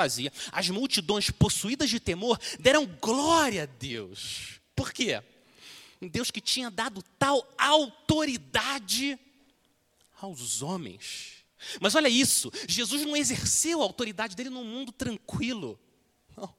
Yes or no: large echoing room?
yes